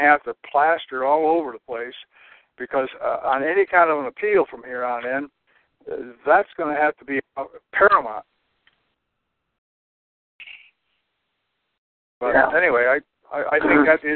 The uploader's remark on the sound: to join with us in this phone-conference